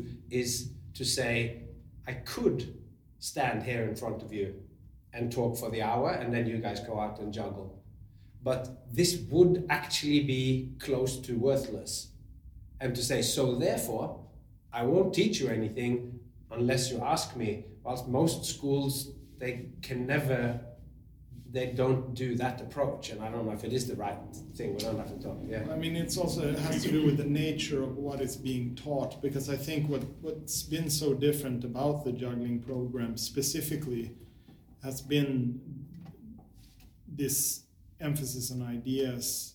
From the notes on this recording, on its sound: In this episode there are four of us talking. The audio is not quite what you have gotten used to on this high budget, high fidelity broadcasting operation. Where we break bread, eat some olives and have a drink of wine and talk the real talk.